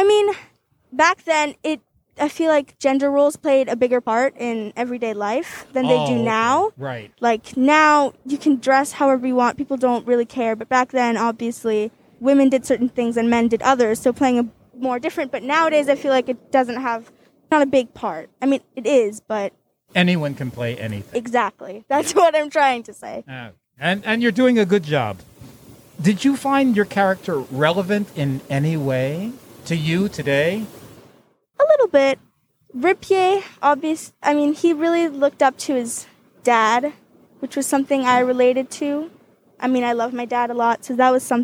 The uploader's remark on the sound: In this energetic conversation outdoors amongst the busy comings and goings of a Fort Green Brooklyn sidewalk coffee shop (Hungry Ghost).